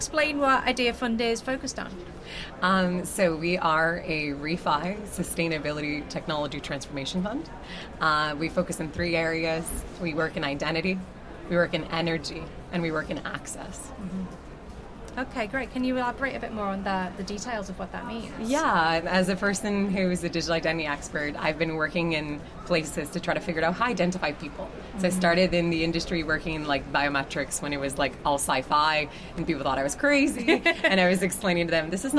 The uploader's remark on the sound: In this bonus episode recorded at Sibos. The annual transaction banking conference.